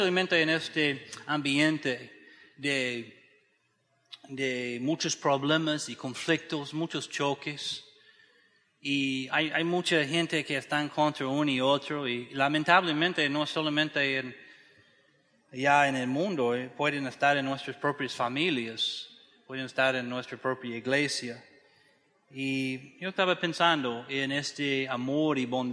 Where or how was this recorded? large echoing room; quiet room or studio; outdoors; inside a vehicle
large echoing room